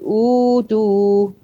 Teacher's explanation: بدلنا الهمزة الساكنة التانية لواو عشان الواو مناسبة لأو، أو للضمة بتاعت الهمزة الأولى